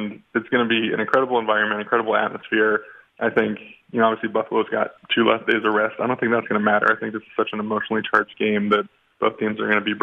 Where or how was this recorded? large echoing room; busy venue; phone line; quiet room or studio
phone line